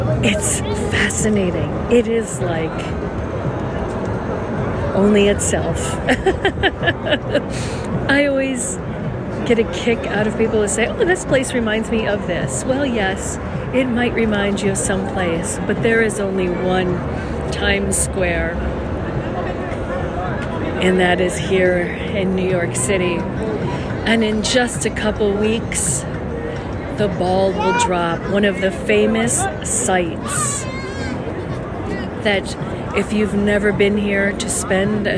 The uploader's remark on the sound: Times Square, NYC, New York, USA. Special Edition On Location Walk and Talk. Stand in awe and look at all the lights and listen to the sounds. Listen to the people talking all different languages and accents.